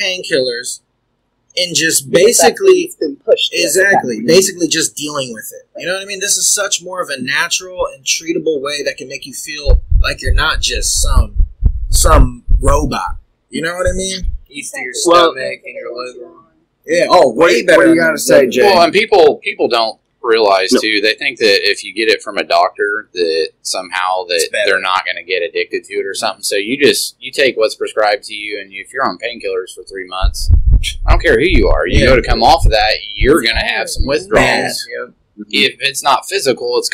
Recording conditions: poor sound quality